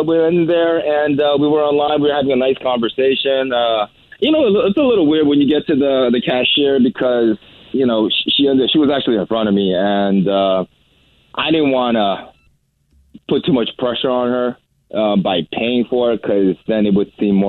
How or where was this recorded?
phone line